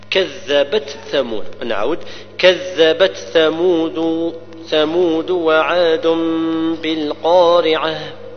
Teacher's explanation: أبدا ليس فيها إدغام بين التاء والثاء